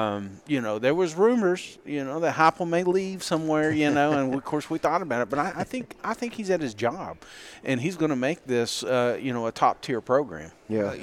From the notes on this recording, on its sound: SEC Media Days. Live from the College Football Hall of Fame in Atlanta!